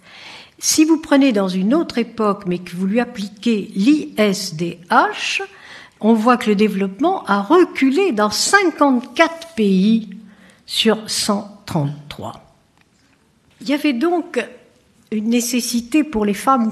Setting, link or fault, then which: setting, live audience